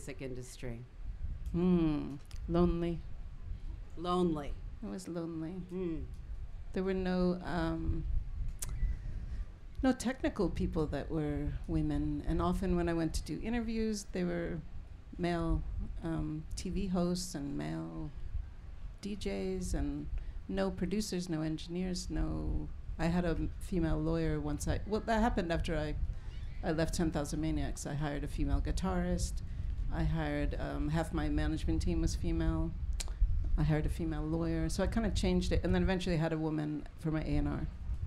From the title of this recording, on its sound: SHEROES Live At Newport Folk Festival